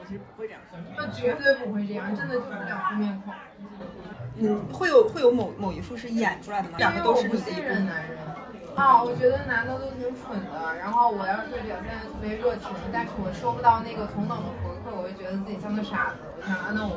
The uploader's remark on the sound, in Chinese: 已经努力降噪了，音质还是有点差